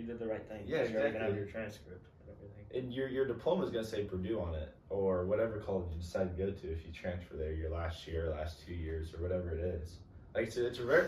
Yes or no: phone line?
no